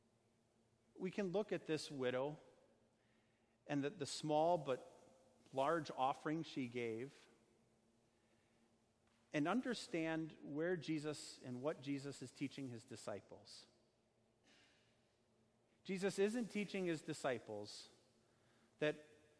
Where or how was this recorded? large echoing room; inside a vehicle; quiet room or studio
large echoing room